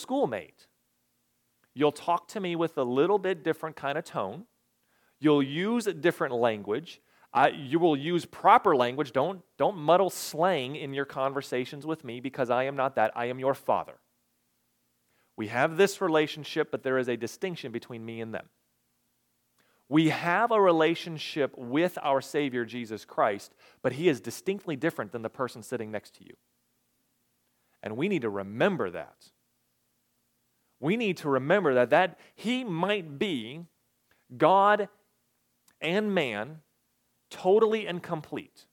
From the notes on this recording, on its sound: recorded on July 23, 2022, at the Ringgold Seventh-day Adventist Church.